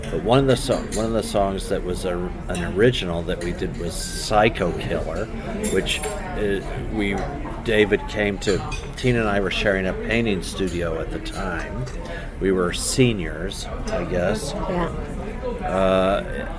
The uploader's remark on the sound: Recorded over dinner in NYC.